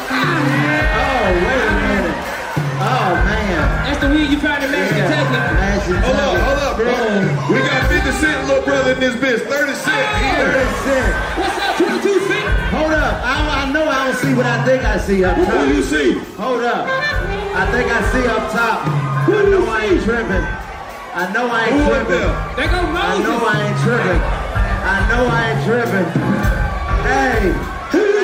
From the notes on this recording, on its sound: Live At The Casino - The Late Show! In the second of two sold out shows in Mashantucket, Connecticut at the Foxwoods Resort and Casino. This crowd is def one of the livest and diverse.